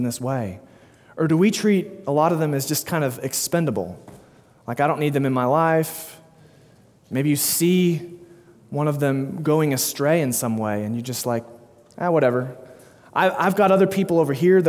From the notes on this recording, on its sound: delivered 6/12/2022 at Immanuel Baptist Church, Springdale, AR